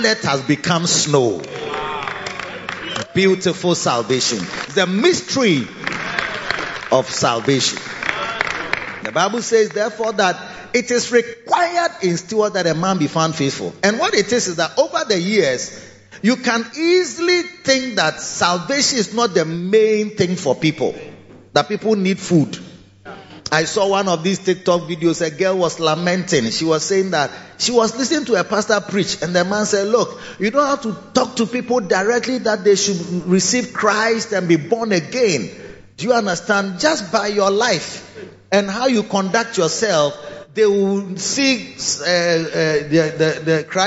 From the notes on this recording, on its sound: Preached at the Victory Secrets Service - The Makarios Cathedral, HQ.